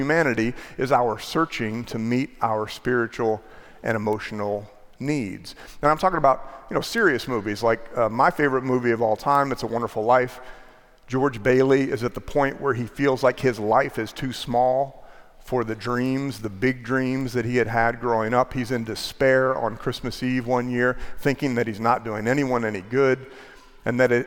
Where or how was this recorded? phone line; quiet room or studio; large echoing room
large echoing room